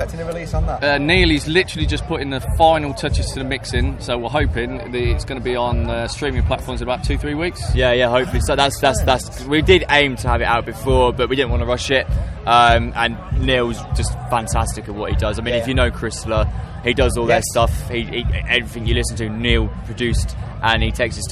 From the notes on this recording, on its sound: At Bloodstock Festival 2022 ahead of their set on the New Blood Stage.